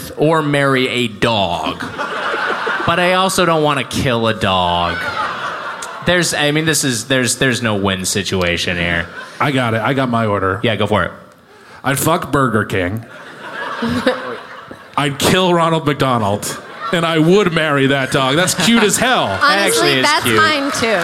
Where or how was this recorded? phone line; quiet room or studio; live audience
live audience